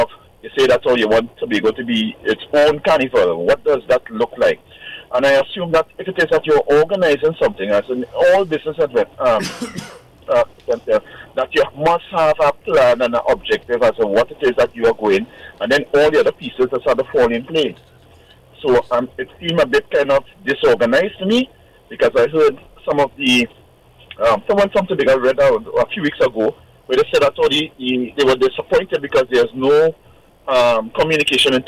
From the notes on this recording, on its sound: During this hour we take calls from our audience.